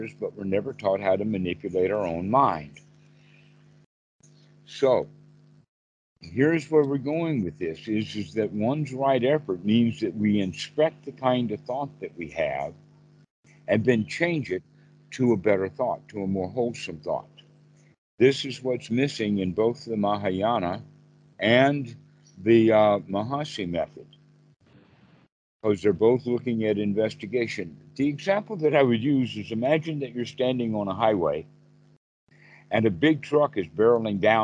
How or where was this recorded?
video call